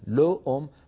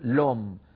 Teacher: فيحذفون الهمزة ويدخلون لو التي هي للتعريف على الكلمة التي بعدها · Shown in: second take